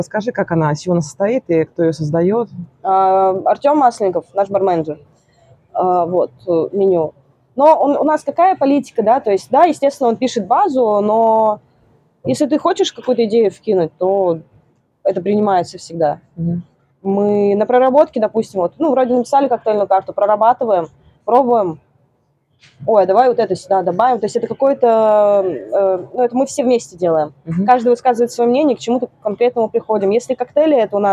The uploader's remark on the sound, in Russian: Мы беседуем прямо из центра bar hub, можно половить шумов